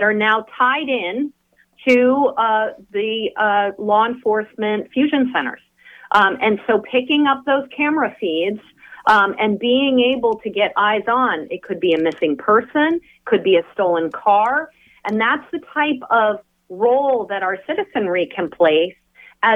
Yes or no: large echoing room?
no